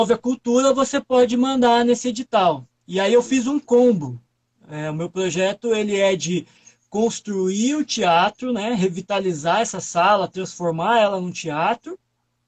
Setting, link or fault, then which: link, video call